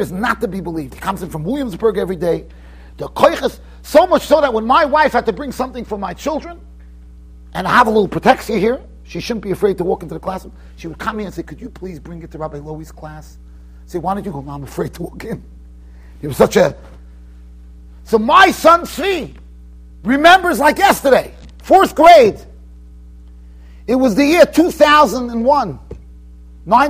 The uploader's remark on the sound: Shiur recorded in Yeshivas Ohr Reuven, Monsey NY.